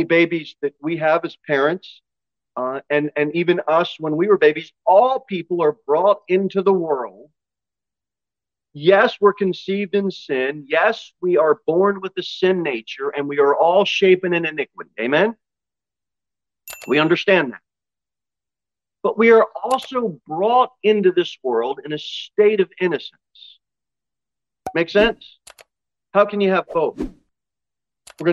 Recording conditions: large echoing room